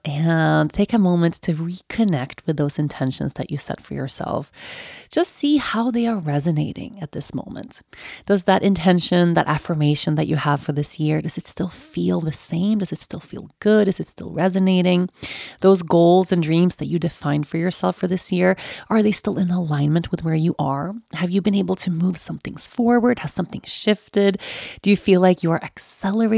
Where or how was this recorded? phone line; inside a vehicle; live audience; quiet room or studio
quiet room or studio